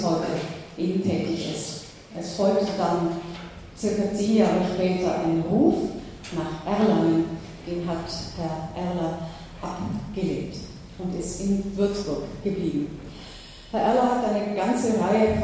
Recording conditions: large echoing room